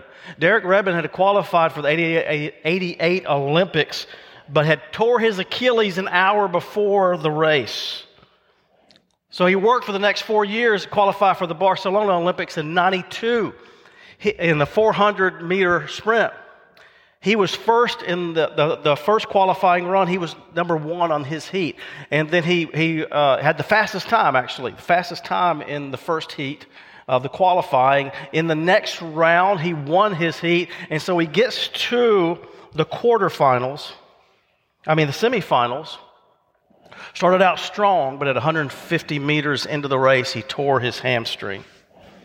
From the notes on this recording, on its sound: recorded live at Covenant